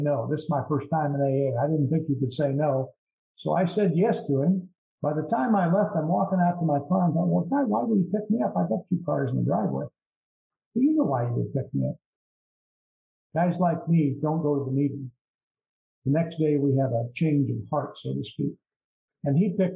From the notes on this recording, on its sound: At the Broken Elevator zoom meeting held in March of 2022.